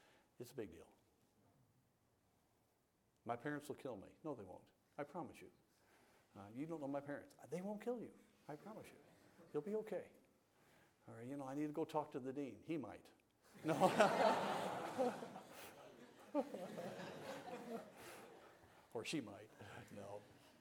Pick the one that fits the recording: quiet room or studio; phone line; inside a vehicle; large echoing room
large echoing room